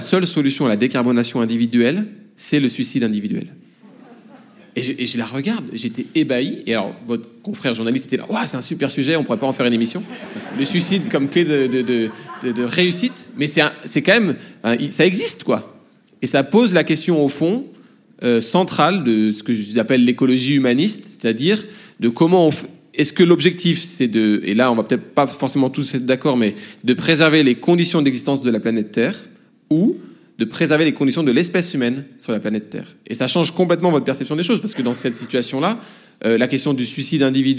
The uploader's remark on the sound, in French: Lors d'un enregistrement en public de Chaleur humaine, le 21 novembre 2023 à Paris, à la Bibliothèque nationale de France. Merci à la BNF pour son accueil.